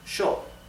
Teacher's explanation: CH, sorry, SH, SH, shh. Therefore, the pronoun I, yo, is pronounced sho in Argentina and in Uruguay.